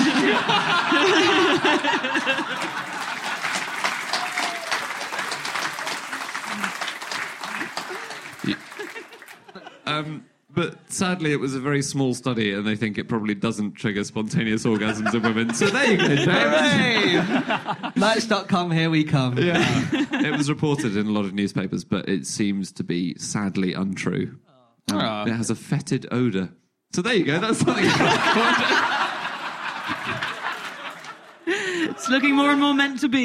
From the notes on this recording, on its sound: Live from Bristol